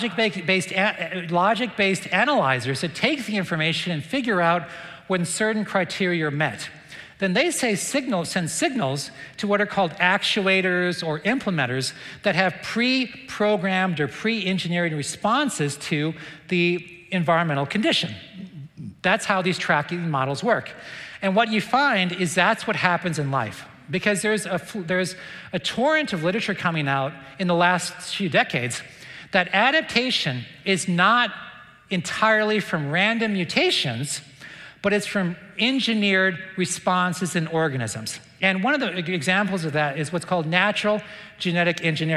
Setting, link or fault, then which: setting, live audience